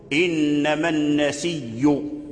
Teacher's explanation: بتشديد الياء، أبدل الهمزة ياء وأدغمها في الياء